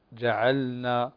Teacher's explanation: جعلنا اللام هنا مظهرة فتظهرين اللام جعلنا